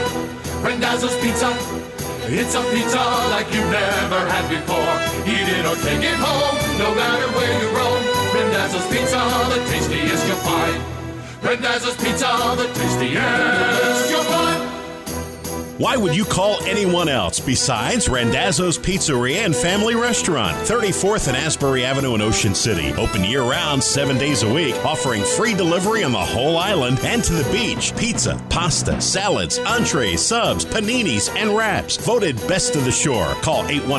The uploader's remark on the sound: It's our last Live Broadcast at the Caesars Sports Book in Atlantic City.